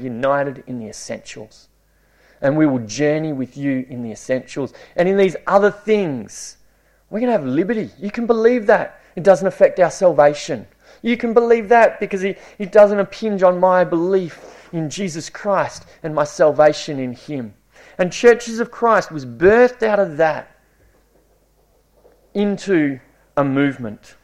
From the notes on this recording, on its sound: It was preached at Esperance Church of Christ